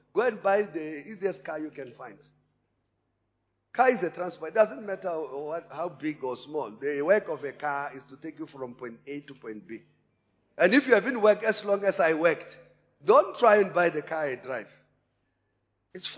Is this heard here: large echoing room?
yes